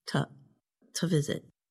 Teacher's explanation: the vowel in the word to gets changed to a schwa, which sounds like a. So the word sounds like this, to visit.